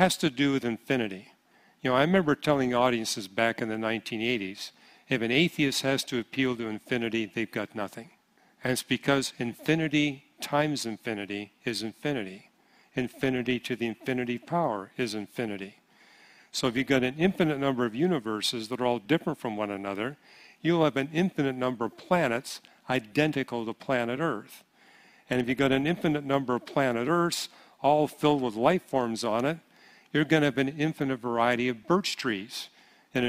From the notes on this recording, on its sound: Q & A Session Pt 3 – 2023 Apologetics Conference.